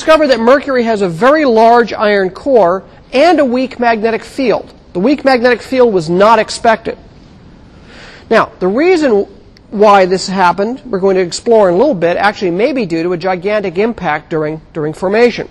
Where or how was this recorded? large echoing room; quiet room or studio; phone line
large echoing room